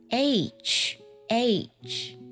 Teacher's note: 它是以双元音 A 起音的